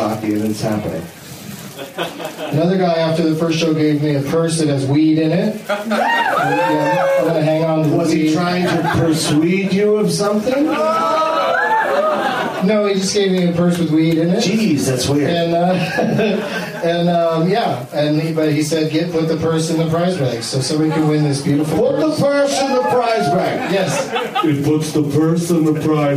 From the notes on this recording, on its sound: plays against audience members at Comedy Bar in Toronto, ON, Canada